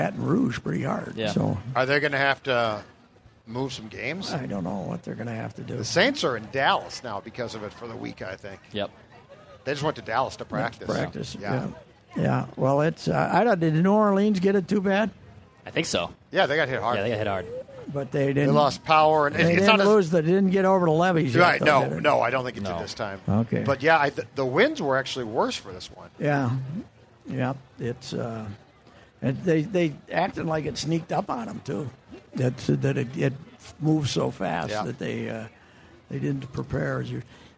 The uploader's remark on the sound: LIVE from the Minnesota State Fair. Is back at the Great Minnesota Get Together.